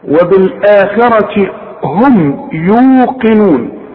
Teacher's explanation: في ناس بقى بتحول لك القاف ده المفخمة ده الى كاف